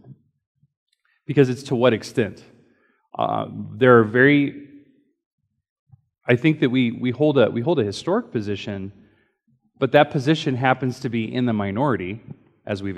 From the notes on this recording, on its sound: Recorded during Sunday School